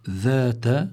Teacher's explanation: هون الذال هي حرف لثوي، كمان ينبغي للقارئ أنه لا يبدل هذا الذال بحرف آخر وهو الزاي